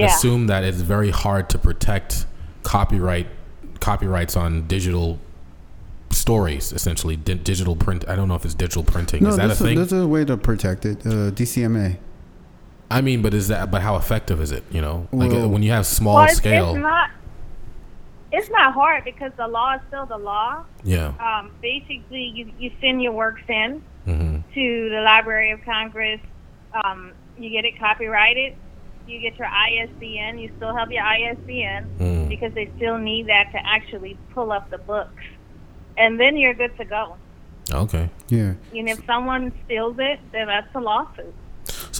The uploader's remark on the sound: joined on the phone